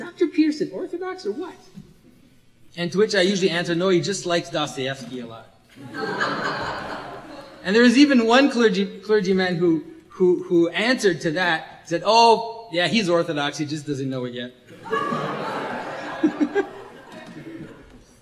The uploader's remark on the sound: This was recorded at the Resurrection of Logos event in Toronto, March 2017. This was recorded at the Resurrection of Logos event in Toronto, March 2017.